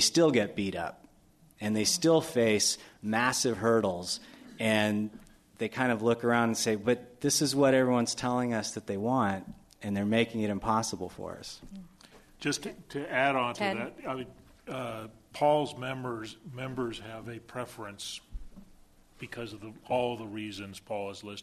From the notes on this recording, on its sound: This program was recorded in front of a live audience at The Commonwealth Club in San Francisco on July 7, 2009